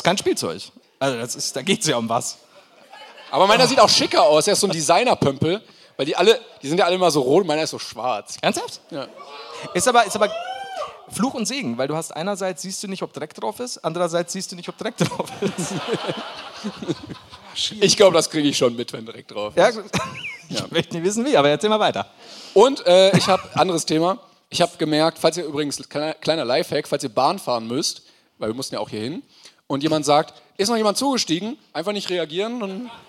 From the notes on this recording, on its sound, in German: live aus dem Schlachthof in München